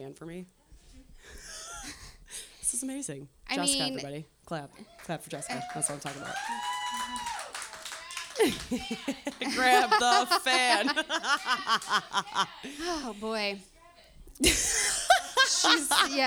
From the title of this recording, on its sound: Live from Trixie's Bar